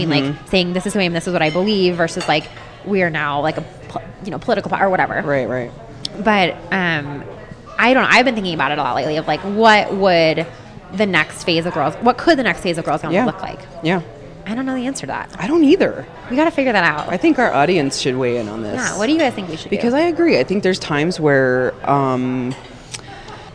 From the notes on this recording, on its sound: we sat down at our favorite breakfast spot in Denver to record a “just us” episode!